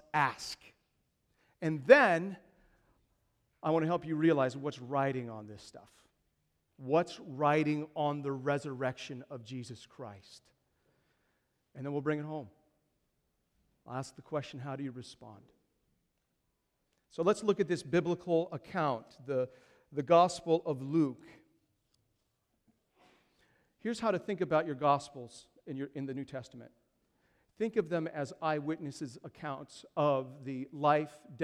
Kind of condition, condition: setting, large echoing room